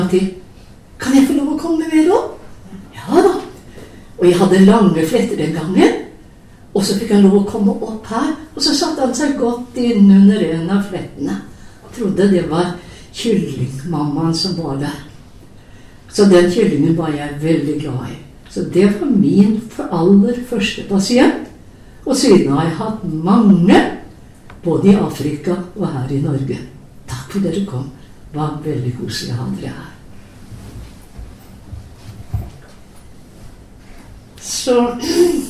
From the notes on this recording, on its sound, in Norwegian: Lydopptak av gudstjenesten 16. august.